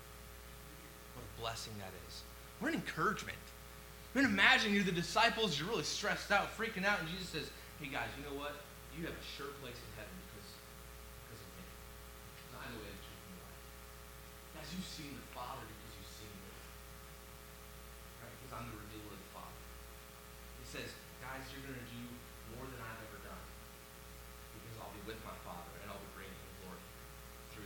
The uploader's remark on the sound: WARNING: LOW AUDIO VOLUME.